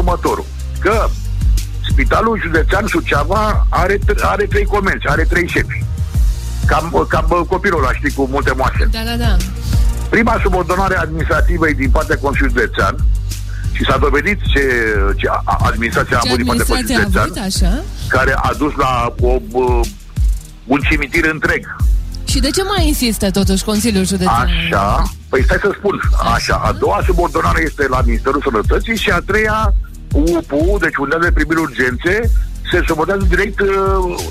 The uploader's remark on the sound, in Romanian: Live la telefon!